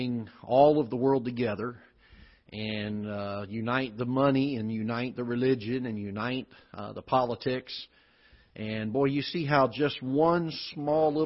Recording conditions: large echoing room